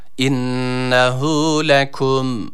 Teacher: innehu derken nunu birazcık tutuyoruz. Hü'yü de burada uzatıyoruz. Gizli bir uzatma var.